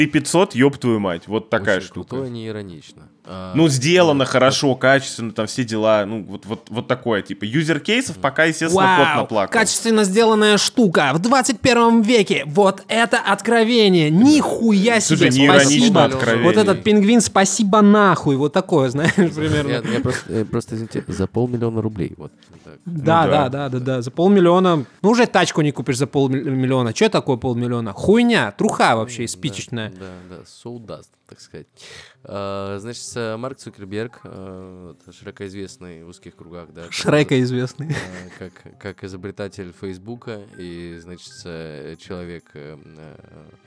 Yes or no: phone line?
no